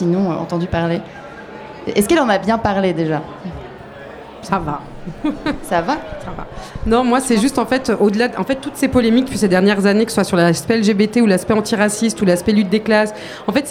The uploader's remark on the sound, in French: Toute l'équipe du Lobby s'est donné rendez-vous une dernière fois au Dock B à Pantin pour une marche des fiertés radiophonique ! Trois heures d'émission, en direct, et en public, au Dock B à Pantin. Elles nous interprètent deux titres en live.